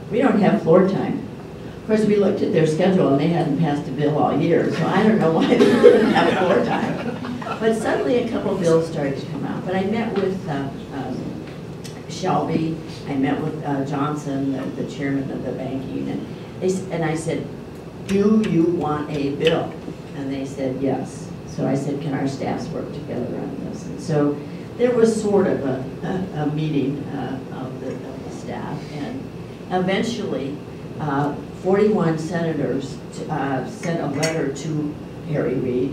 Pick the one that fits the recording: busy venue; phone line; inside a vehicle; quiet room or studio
busy venue